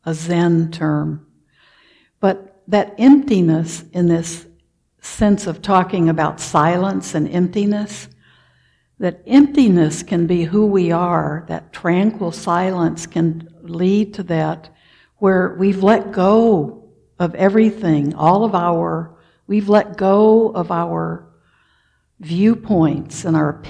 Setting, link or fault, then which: setting, large echoing room